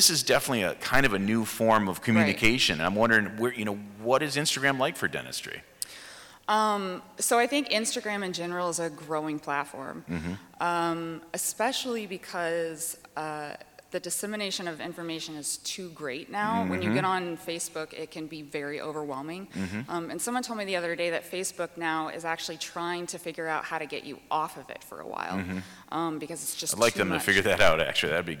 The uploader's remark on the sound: Live at the Voices of Dentistry